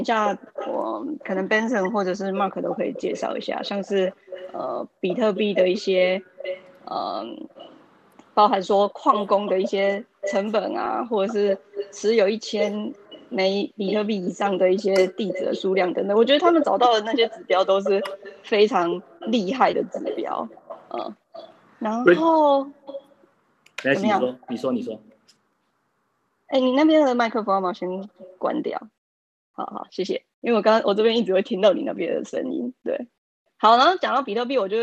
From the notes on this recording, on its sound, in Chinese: 我們這次特別把 Clubhouse的內容全程錄音。